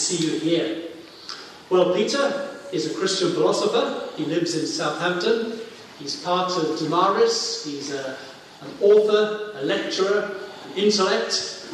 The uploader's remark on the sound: hosted by the Cardiff Insistute for Contemporary Christianity at Highfields Church Cardiff, Easter 2015.